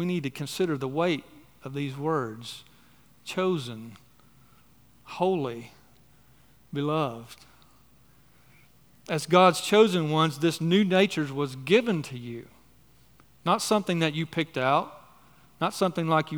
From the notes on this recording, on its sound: on the morning of July 9, 2023, at Chaffee Crossing Baptist Church in Barling, AR.